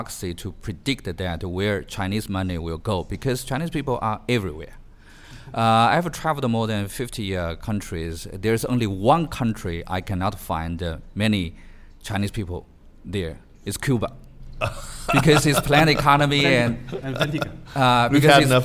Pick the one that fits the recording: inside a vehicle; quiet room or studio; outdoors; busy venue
busy venue